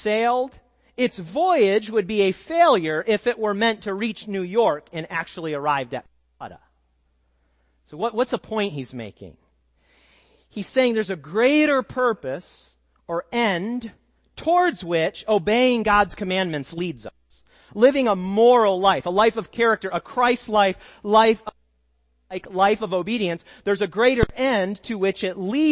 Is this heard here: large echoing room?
yes